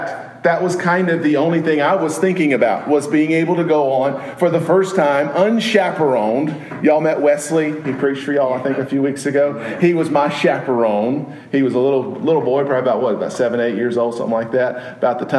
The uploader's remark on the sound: Preached at Maple Lawn Baptist Church in Reidsville, NC, on Sunday evening, October 23, 2016.